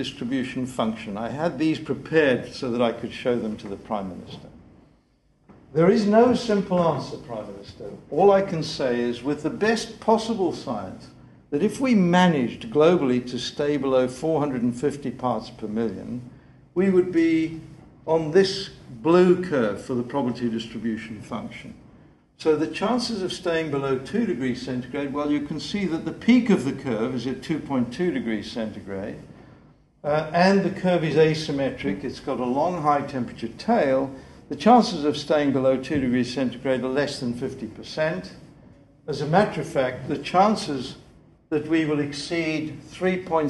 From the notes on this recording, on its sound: The 2008 Duncan Davies lecture